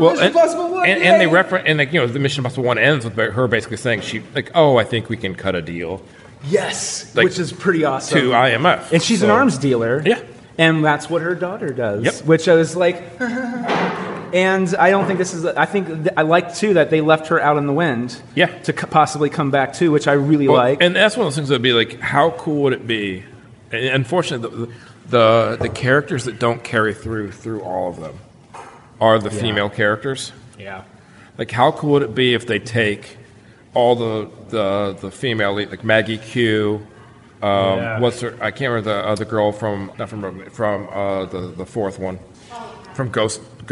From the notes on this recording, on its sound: Live at the West Grandview Fringe festival.